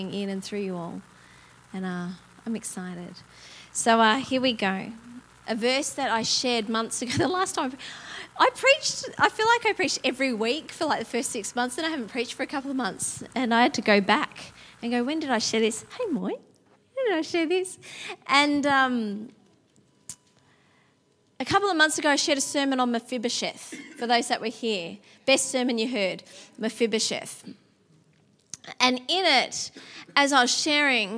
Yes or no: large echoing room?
yes